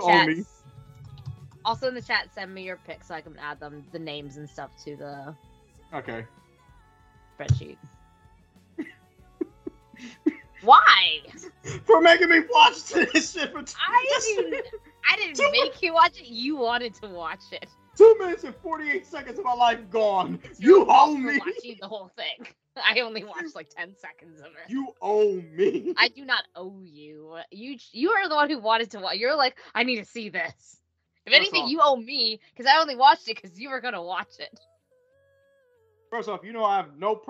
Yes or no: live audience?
no